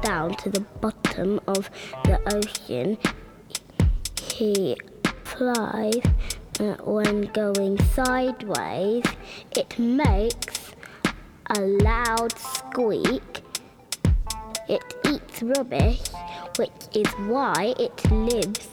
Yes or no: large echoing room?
no